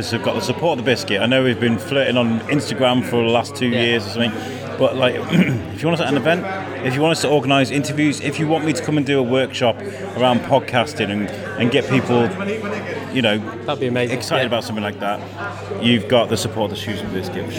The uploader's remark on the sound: We also hear the speeches that were given during the evening. The bane of all good audio creators air-conditioning had a bad impact on the audio.